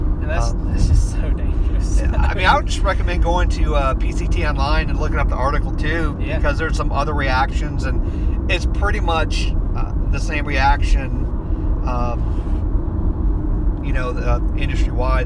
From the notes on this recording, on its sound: on the road to sunny Orlando Florida and decided to record a roadcast